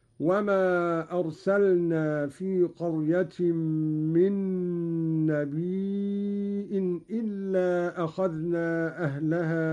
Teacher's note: قرأ قالون بهمز الياء من نبي إلا أخذنا من النبأ وهو الخبر، ويصير عنده مدا متصلا